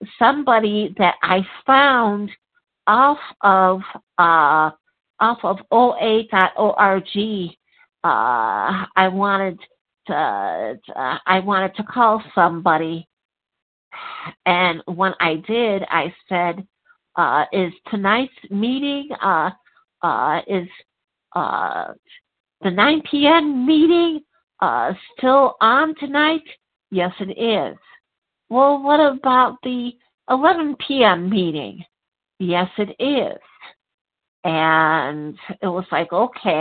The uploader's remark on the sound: 100 Pounders Phone Meeting